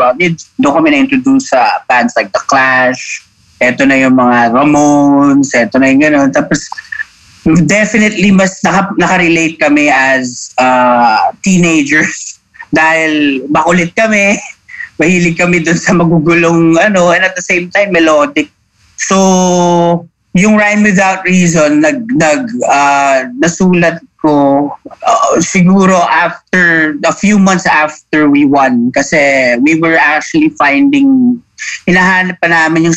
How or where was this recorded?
video call